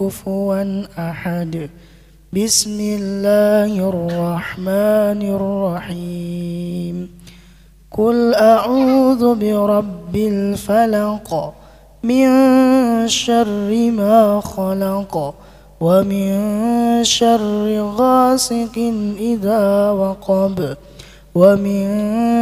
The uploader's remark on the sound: live dari Masjid Daarut Tauhid Bandung